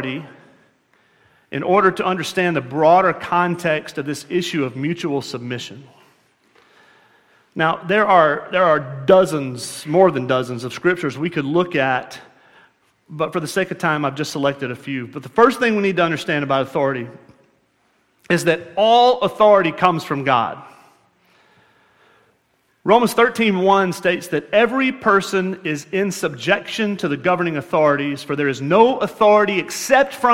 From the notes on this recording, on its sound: at Murrieta Valley Church in Murrieta, California